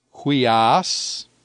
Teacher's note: the rough breathing does change the pronunciation, and so it adds a H sound to the beginning of the word